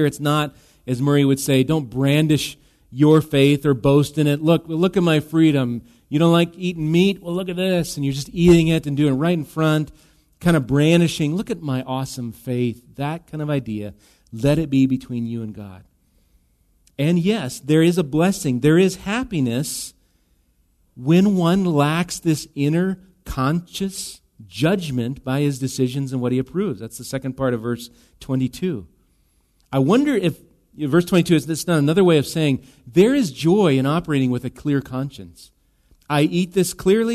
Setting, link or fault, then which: setting, large echoing room